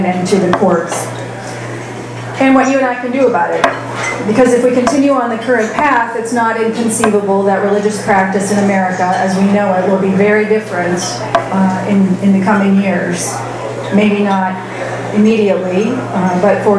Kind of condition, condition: setting, busy venue